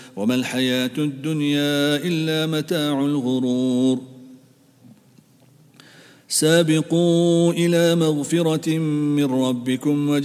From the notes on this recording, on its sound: At the Houghton Masjid (West Street).